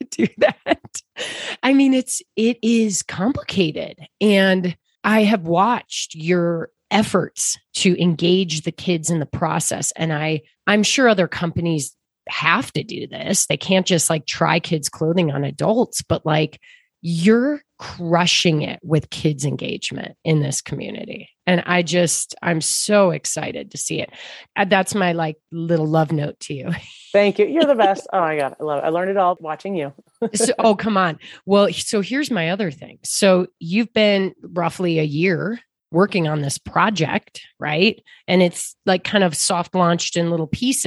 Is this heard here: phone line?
no